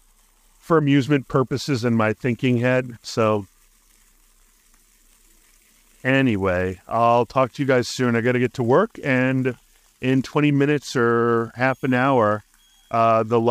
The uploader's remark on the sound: A Sunday Podcast from the Streets of Arlington. Recorded live from Penrose Square Park. Acknowledging the occasional wind disruptions that his audio might be facing, confidently asserting that Adobe will come to the rescue in minimizing the noise.